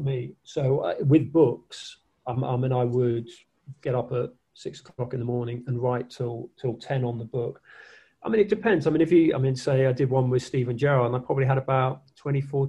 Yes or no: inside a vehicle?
no